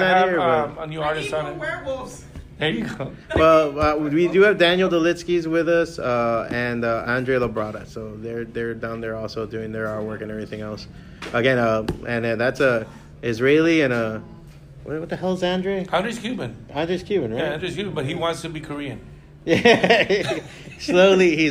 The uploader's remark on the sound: Great panel we did at Otakufest in 2019